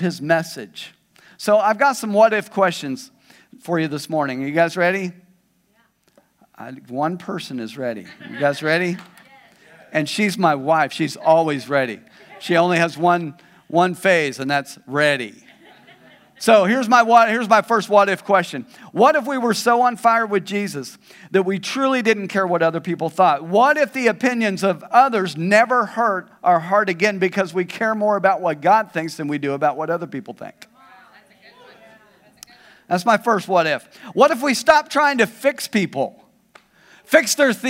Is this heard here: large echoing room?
yes